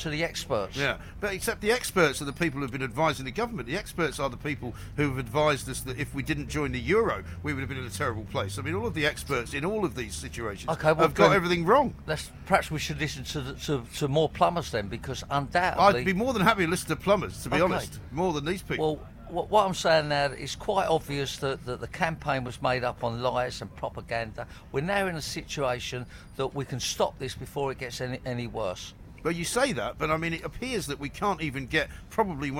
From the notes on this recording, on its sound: Live from College Green.